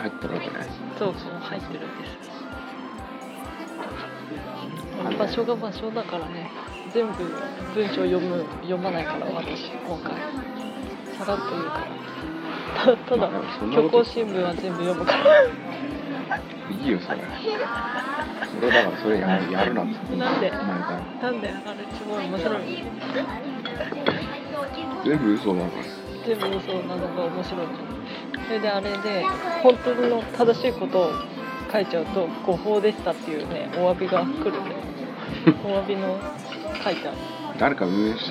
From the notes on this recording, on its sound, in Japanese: 温泉施設のレストランでの録音です。